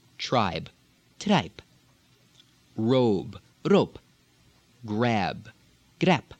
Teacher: If these consonants are what is called voiced in Slavic, as in other Eastern European languages, tend to turn to a voiceless consonant. For example, final B being P.